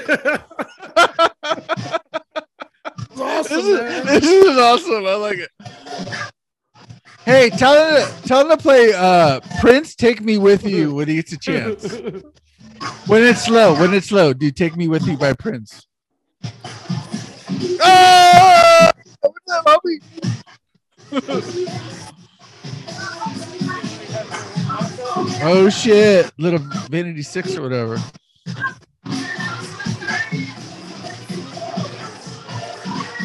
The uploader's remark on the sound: The bros take the the after party to the Keyes Club courtesy of a live feed